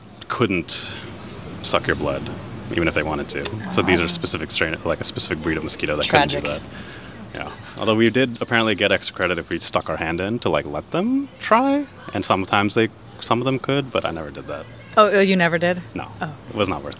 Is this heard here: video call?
no